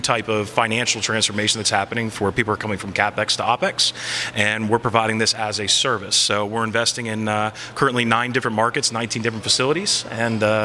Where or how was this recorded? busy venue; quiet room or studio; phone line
busy venue